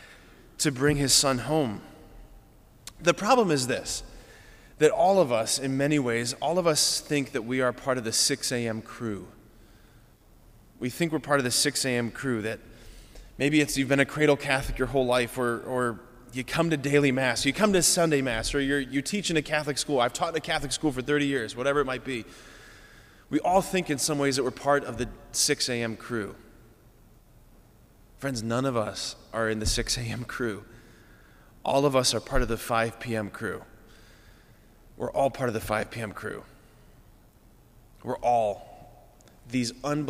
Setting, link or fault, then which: setting, large echoing room